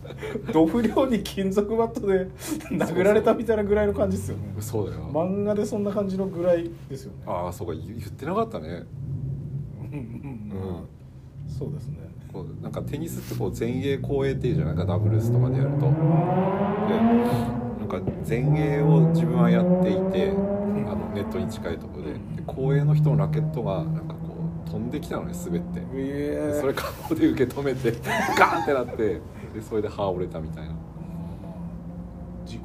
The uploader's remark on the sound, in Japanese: 夜の外収録です！前半2〜3回ほど爆音の車が通りますのでイヤホンの方は注意！ふだん静かな町なんですがねぇ…